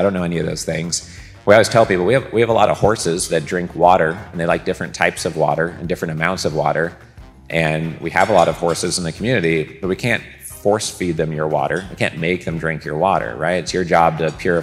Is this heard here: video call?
no